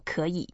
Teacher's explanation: When you have two third tones together, you make a first one lighter. So you make a first one sound as if that's a second tone.